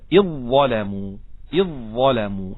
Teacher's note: الذال عند ملاقات الظاء، والذال هنا ساكنة والظاء بعدها محركة، الذال مدغمة في الظاء للجميع، وهذا محل اتفاق.